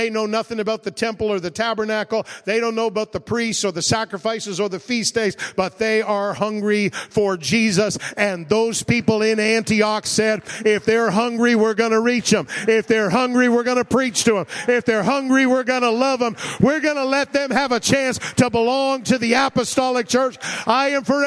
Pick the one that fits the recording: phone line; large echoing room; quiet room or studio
large echoing room